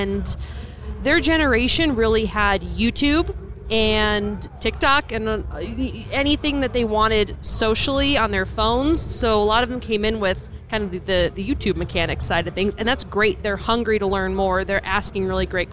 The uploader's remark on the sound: Live at Mecum Kansas City